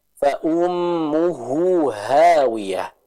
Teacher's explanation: mim yang bertasydid, yang dihukumi dengan hukum gunnah. Maka jangan lupa, setiap ada gunnah, kita baca dengan dua harokat.